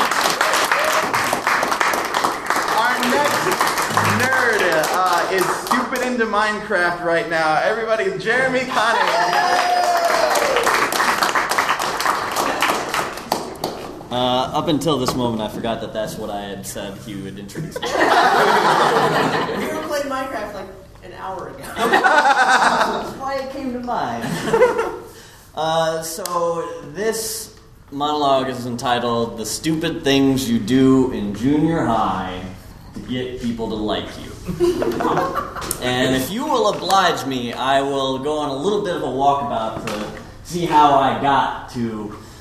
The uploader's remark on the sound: The show you're about to hear was recorded live at the Pub Theater, 3220 N Lincoln Avenue in Chicago. Everything on this podcast has been created and performed by audience members who volunteered to share their stories.